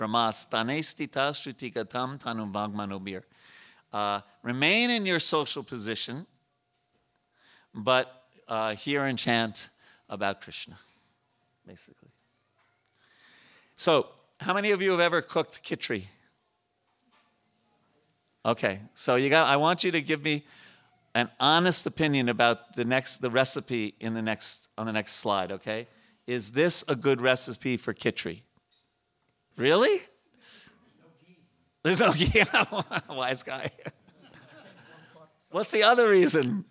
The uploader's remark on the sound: at the ISKCON temple in Potomac, Maryland.